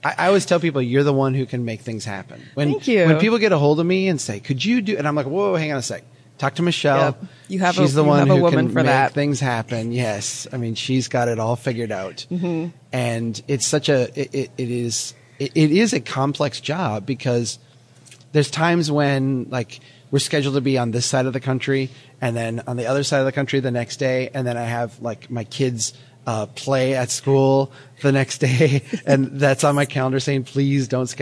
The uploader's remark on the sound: Reporting live from CNU24 in Detroit